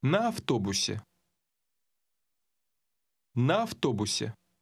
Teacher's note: the «а» at the end of the first word combined with the «а» at the beginning of the second